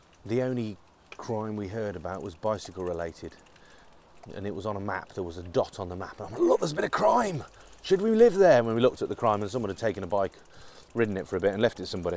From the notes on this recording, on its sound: Testing a Shure lav mic on my Brompton